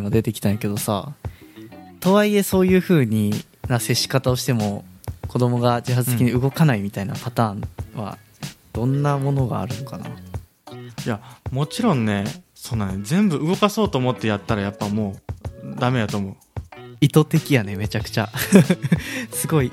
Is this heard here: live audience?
no